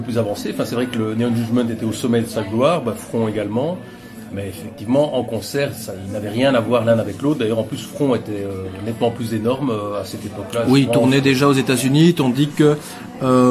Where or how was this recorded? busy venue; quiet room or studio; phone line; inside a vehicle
busy venue